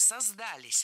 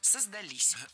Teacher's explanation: Здесь уже прослеживается другая тенденция. Возвратная часть «с» притягивает к себе ударение. И чаще всего ударение ставим на окончание – «создались». · Shown in: second take